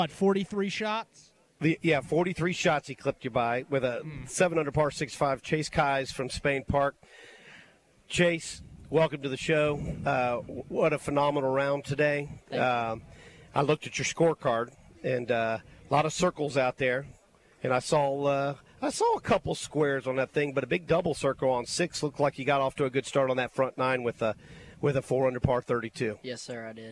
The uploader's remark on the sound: David Miller Memorial Golf Tournament LIVE From UMS Wright